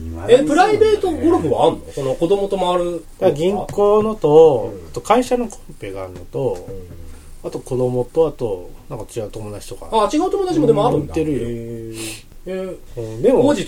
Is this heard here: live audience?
no